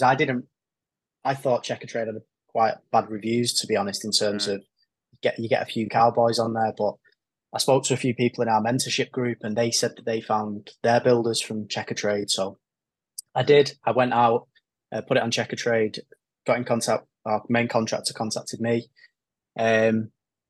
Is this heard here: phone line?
no